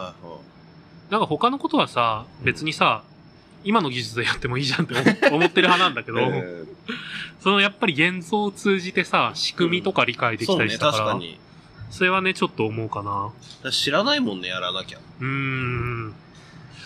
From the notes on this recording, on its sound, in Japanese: 今日は初の屋外収録でハッシュタグ回をお送りします。屋外なのにだいぶノイズを減らせたみたいです。